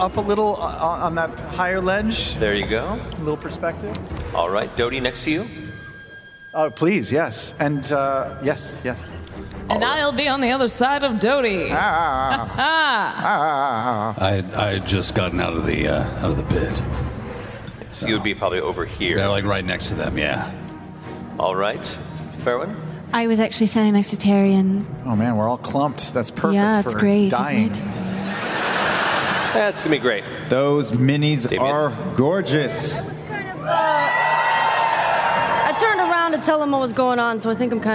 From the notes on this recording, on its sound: Live from the Bass Concert Hall in Austin, TX